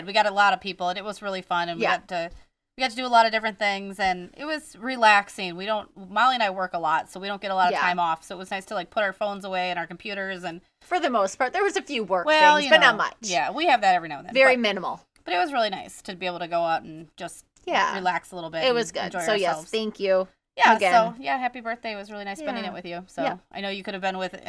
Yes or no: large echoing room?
no